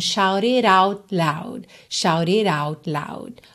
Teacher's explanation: O T de out não virou rararã porque loud começa em L, não teria como ligar.